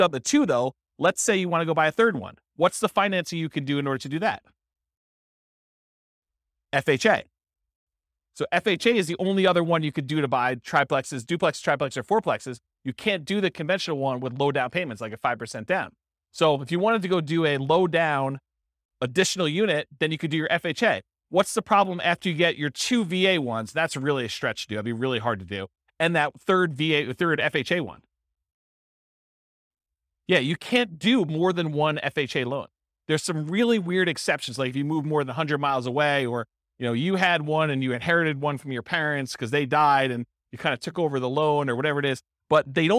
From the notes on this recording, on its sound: This was a live class recorded.